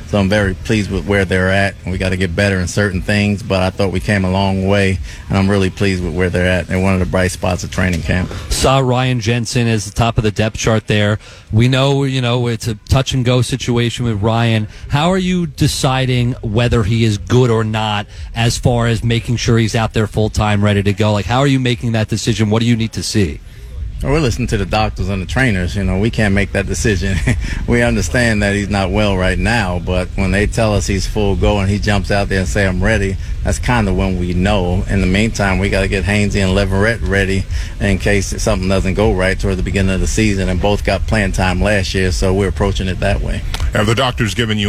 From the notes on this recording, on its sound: live from Buccaneers Training Camp on Tuesday morning.